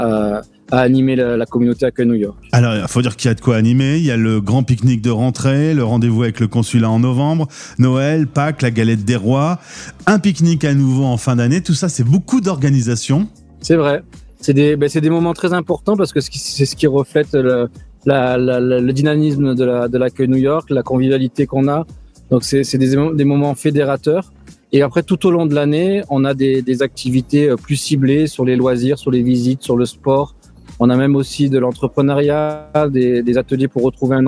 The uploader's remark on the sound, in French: Une fois n'est pas coutume, cette interview a lieu en direct d'un parc... Bienvenue à Central Park à New York.